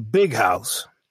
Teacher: you're going to give them equal stress, or maybe even a bit more stress on the first syllable